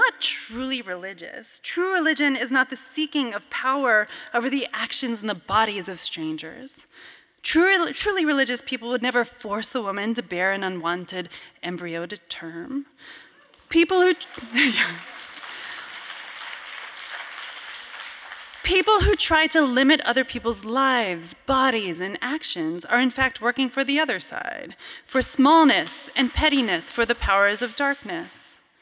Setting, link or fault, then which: setting, live audience